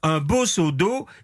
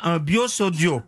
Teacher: comme tous les mots en eau, il va connaître une polémique à cause des Parisiens qui ont tendance à prononcer yo · Shown in: second take · Au lieu de dire un beau seau d'eau, ils disaient un bio seau d'eau.